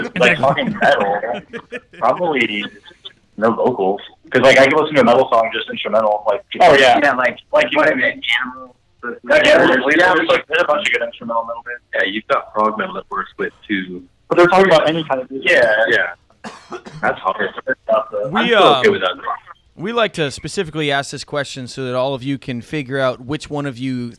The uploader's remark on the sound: Phone in interview